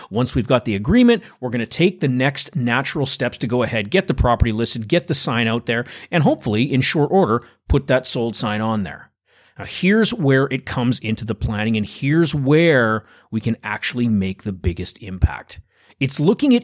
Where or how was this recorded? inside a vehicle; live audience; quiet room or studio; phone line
quiet room or studio